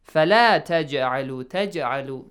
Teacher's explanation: Jim must be bounced, the sound.